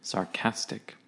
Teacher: for sarcastic, we have the emphasis on the cas